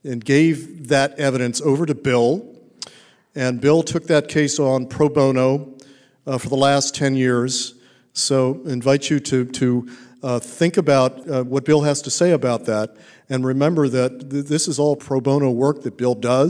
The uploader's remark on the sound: gave the keynote address at the 13th Annual 9/11 Film Festival at the Grand Lake Theatre in Oakland, California on September 11th, 2017.